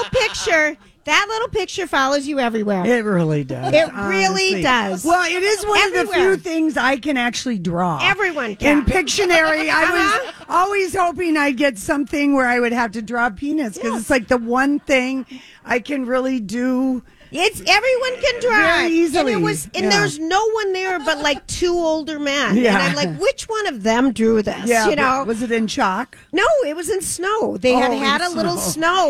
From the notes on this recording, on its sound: live from Chanhassen Dinner Theater